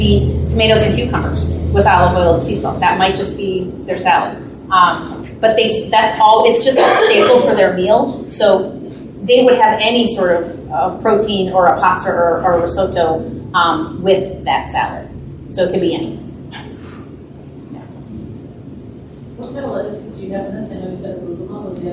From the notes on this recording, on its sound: Enjoy our audience Q&A after the Panzanella Italian Bread Salad class.